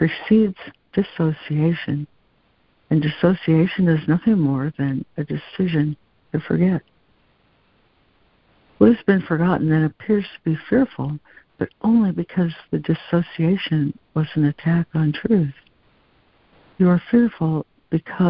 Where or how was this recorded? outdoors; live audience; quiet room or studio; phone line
phone line